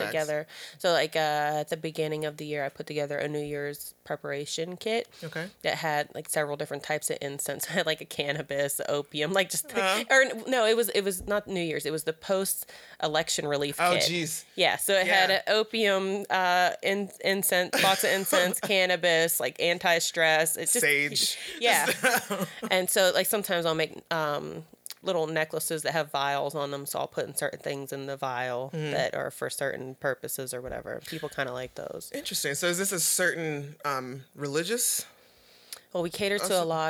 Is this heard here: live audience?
no